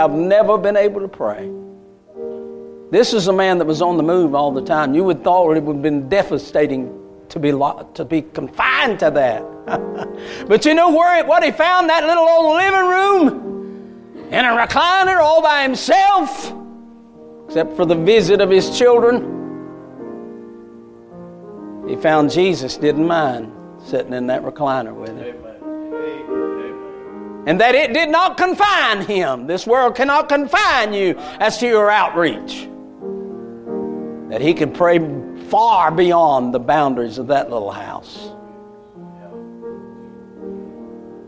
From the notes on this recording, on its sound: A message Preached at Crossroads Baptist Church